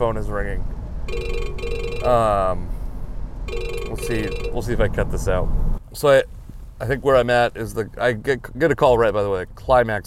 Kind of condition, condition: setting, inside a vehicle